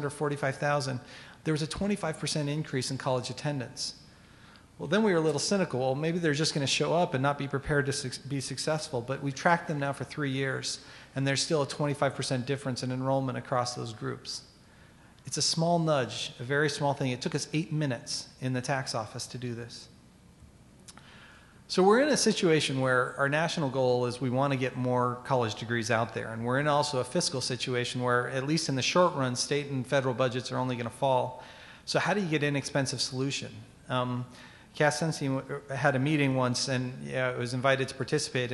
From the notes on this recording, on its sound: respond to audience questions